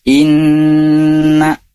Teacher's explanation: Inna, di sana ada nun bertasydid, ini dinamakan gunnah hukumnya, jadi harus ditahan. Ditahan gunnah, yaitu melalui hidung gitu ya.